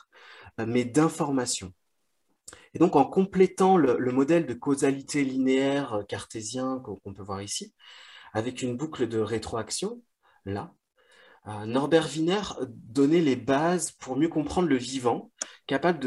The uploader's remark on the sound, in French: Visio-conférence du collectif Culture Santé